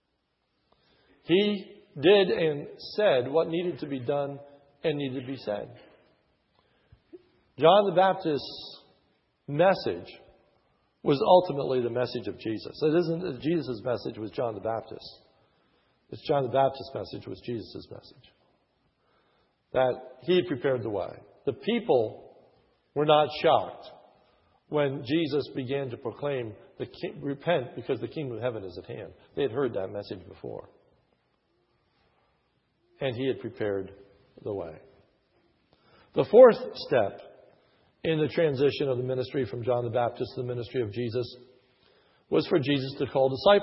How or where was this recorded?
large echoing room